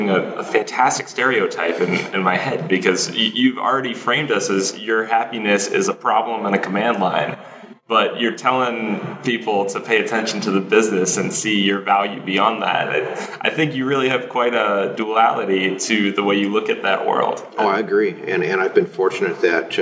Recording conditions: echo